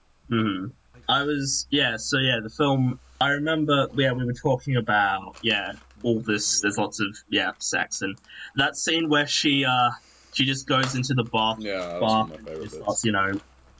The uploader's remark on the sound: Apologies for some slight technical difficulties.